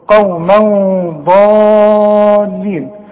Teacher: الضاد من حروف الاخفاء، هخفي وغن. قوما ضالين، والغنة لا تزيد ولا تنقص عن حركتين